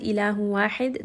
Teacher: dal has qalqala